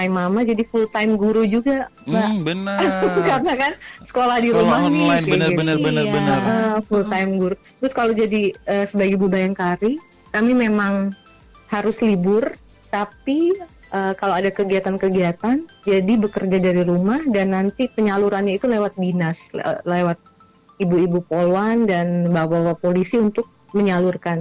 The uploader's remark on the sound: ON THE PHONE